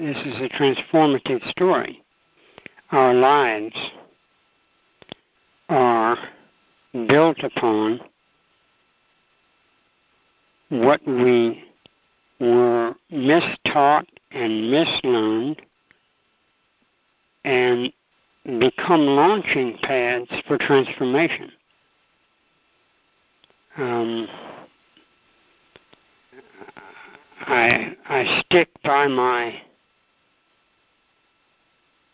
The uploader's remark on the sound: ACIM Daily TEXT Conference Call